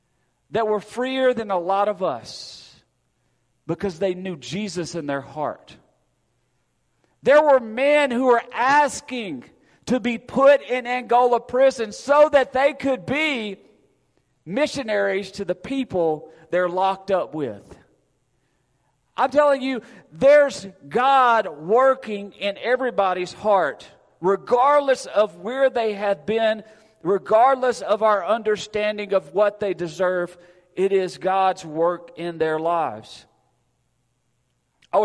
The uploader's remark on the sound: Recorded Sunday, November 6, 2022 at Friendship Baptist Church.